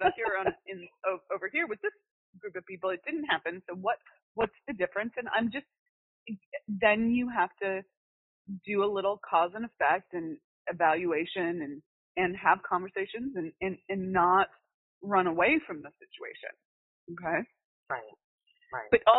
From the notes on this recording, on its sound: All of these coaching calls have been recorded with permission, and the sound quality may vary. Listen in to a recent call I had with a client of mine who was having trouble with this.